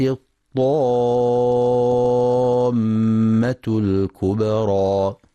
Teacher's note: ينتبه القارئ للمد اللازم الكلمي المثقل، يمد ست حركات لزوما لكل القراء